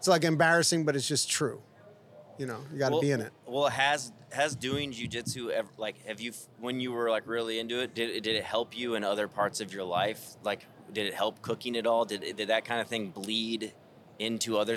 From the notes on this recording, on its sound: Danny Boy's Famous Original Pizzeria, nestled in the heart of downtown Los Angeles. It was a beautiful, sunny L.A. We got to chat right outside the restaurant.